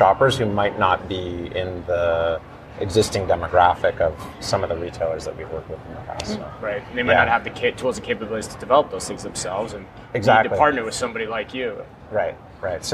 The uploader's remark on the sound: live from Groceryshop